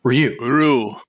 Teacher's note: It's Ryu with an accent on the second syllable, though you should try to say it as one syllable.